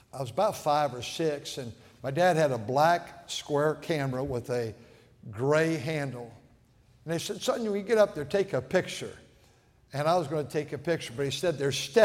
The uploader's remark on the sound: at North Valley Baptist Church in Santa Clara, California, during the Wednesday Evening service